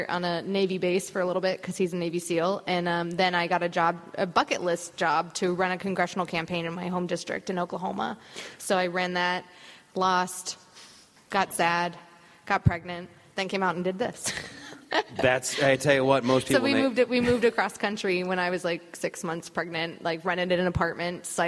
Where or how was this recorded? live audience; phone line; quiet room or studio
live audience